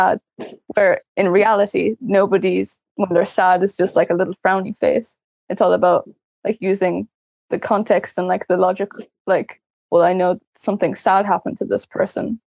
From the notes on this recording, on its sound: recording from the " On The Spectrum " webinar series in 2021